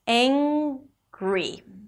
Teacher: So again, long a, getting to an NG sound, ang, the tongue goes up in the back and the air is coming out through the nose, angry, and then a gry sound, angry. · IPA: ˈæŋɡri